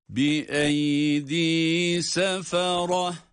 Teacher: Ta harfi almış olduğu harekelerle okunmadı. Sükuna dönüştüğü için ha ile okundu.